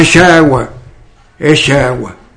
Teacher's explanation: Entonces la che se hace fricativa y deja de ser africada.